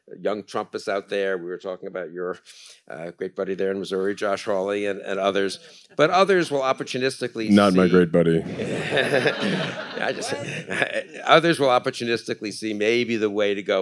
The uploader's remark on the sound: A very special trio of episodes recorded live at the Texas Tribune Festival.